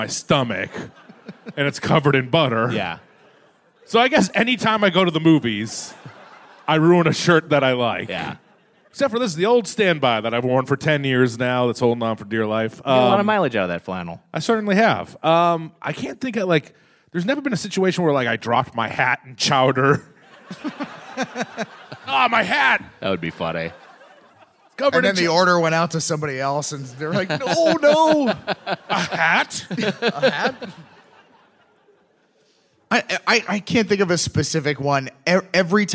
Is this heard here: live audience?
yes